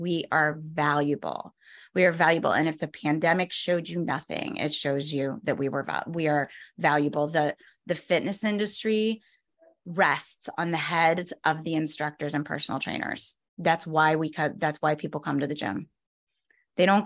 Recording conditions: video call